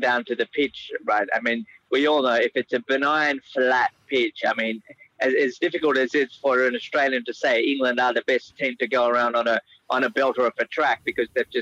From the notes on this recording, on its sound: phones in from the World Cup on Wheels